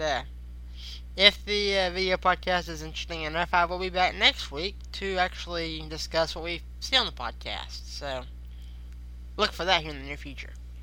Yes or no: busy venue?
no